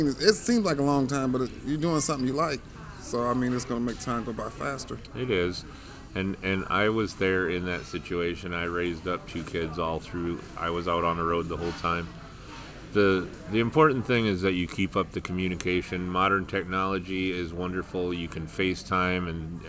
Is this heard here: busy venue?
yes